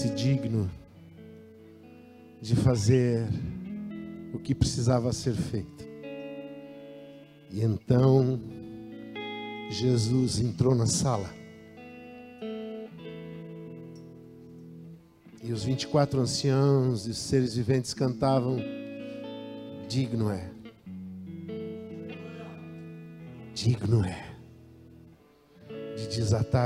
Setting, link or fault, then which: setting, large echoing room